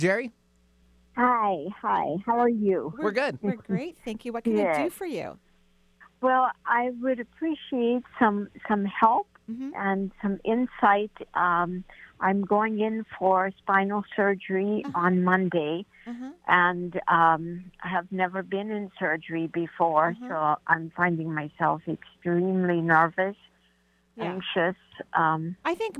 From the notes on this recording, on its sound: Enjoy a call in show today!